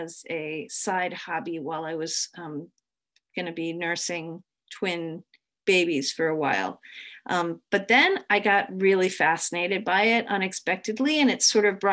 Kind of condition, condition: link, video call